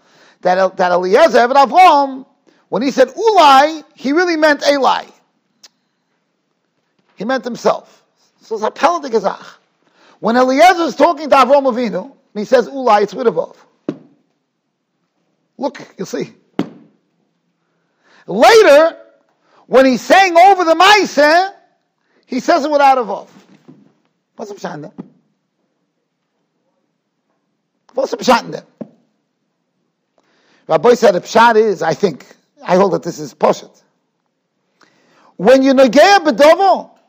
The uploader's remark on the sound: Shiur recorded in Yeshivas Ohr Reuven, Monsey, NY.